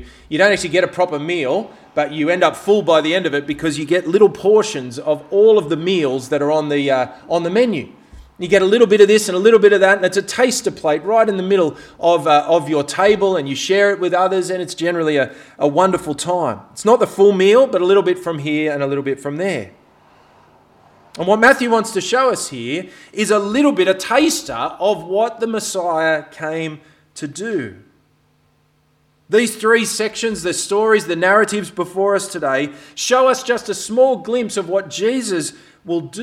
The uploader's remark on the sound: This sermon was preached on 17th September at all of Helensburgh and Stanwell Park Anglican Church.